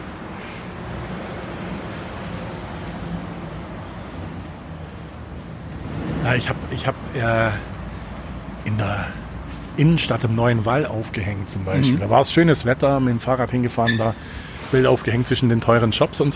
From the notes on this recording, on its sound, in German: Bei diesem Gang durch die Gemeinde hatten wir uns viel zu erzählen und Harburg steuerte seinen ganz eigenen Sound dazu bei.